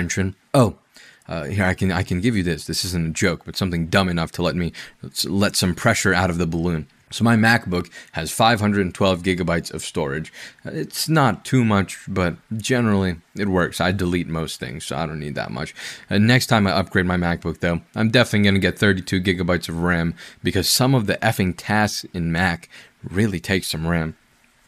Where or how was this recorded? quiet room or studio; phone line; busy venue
quiet room or studio